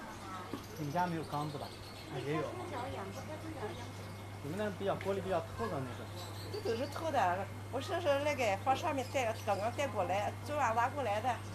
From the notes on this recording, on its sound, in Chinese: 花鸟市场。尝试到外面录制一期声音记录播客。从专业层面来说，这应该算是一次失败的录音。